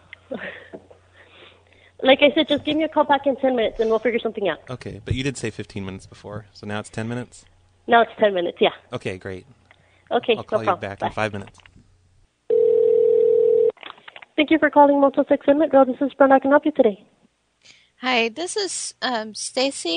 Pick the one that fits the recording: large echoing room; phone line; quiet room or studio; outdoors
phone line